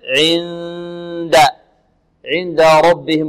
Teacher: تخفى هذه النون، ننتقل من العين إلى الدال · Term: الإخفاء